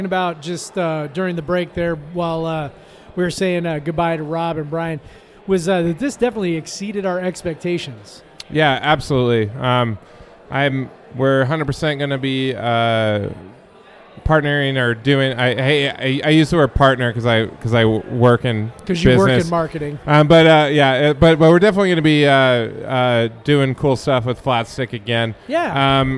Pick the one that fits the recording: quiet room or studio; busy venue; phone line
busy venue